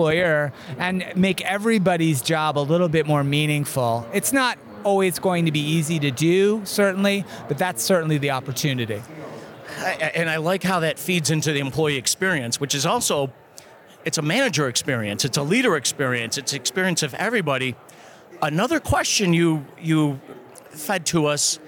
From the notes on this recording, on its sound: We continue our series live from the floor of the 2023 HR Technology Conference.